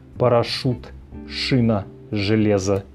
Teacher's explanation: слова с шипящими согласными, такие как парашют, шина, железо где мы пишем ю и Е, но произносим твердые У и Э.